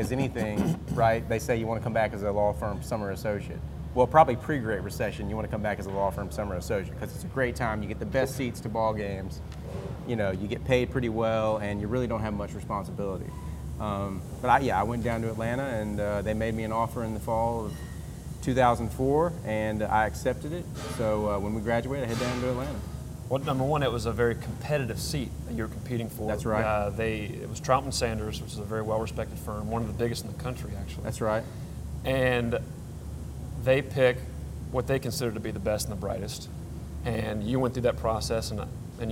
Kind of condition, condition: setting, busy venue